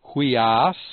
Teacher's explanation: the rough breathing does change the pronunciation, and so it adds a H sound to the beginning of the word. So it's huias, where the upsilon iota carries a rough breathing mark over it, which adds an H sound.